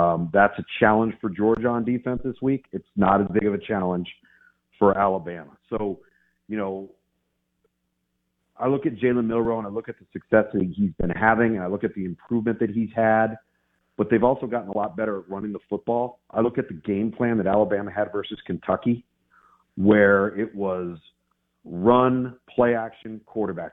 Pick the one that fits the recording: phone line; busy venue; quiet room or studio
phone line